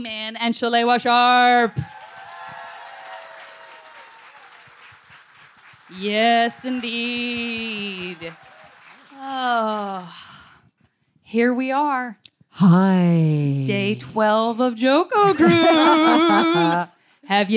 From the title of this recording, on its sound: Live from the JoCo Cruise